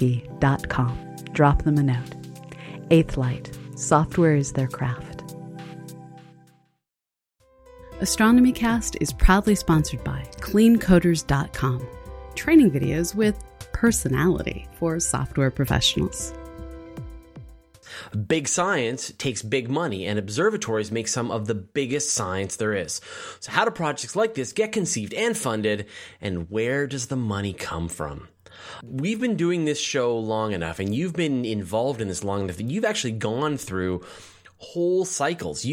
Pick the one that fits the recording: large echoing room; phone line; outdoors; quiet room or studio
quiet room or studio